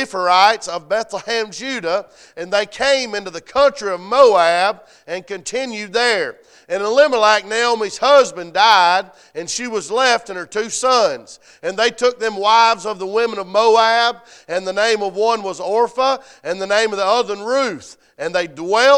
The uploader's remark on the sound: A message preached at Crossroads Christian Academy's Chapel Revival